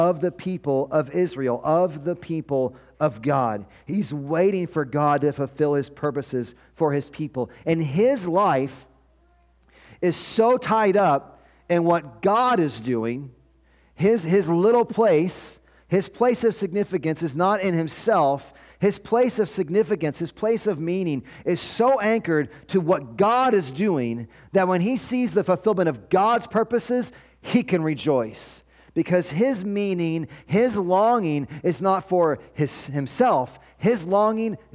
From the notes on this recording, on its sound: 12-24-23 Sunday Morning Sermon Audio